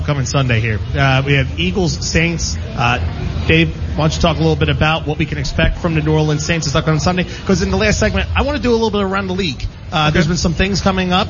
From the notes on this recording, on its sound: The guys from Green Legion Radio broadcast LIVE from Live! Casino.